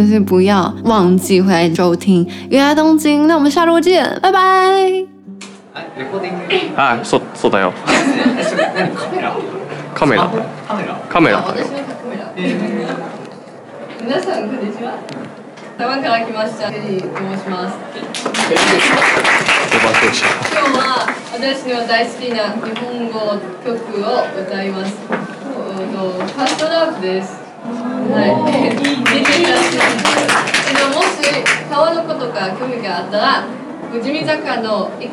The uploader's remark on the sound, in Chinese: 東京特派員帶你去「法政大学祭」。今天找來東京特派員帶大家親臨大學祭的現場。